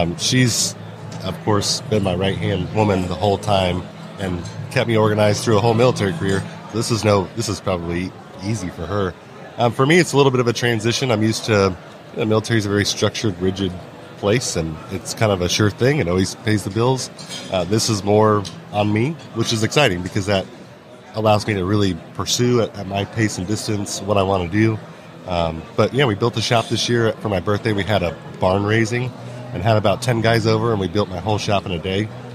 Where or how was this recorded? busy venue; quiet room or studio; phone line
busy venue